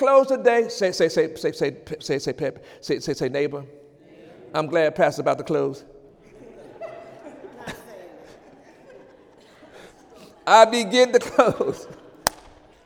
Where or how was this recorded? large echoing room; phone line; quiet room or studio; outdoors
large echoing room